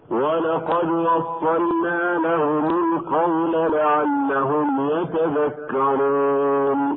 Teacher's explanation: أن لام الفعل الساكنة تظهر وجوبا قبل النون · ومن أحكام التلاوة هنا قلقلة الدال الساكنة من كلمة ولقد